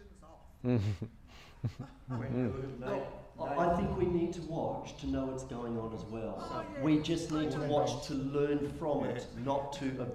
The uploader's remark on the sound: In September we hosted the first Awake Conference Perth. Excerpts from our final session of the day, the Q&A.